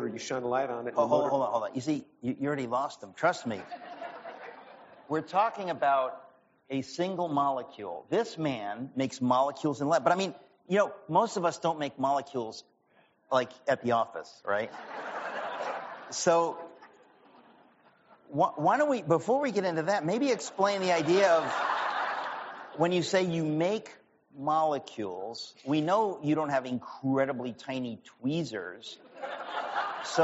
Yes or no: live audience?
yes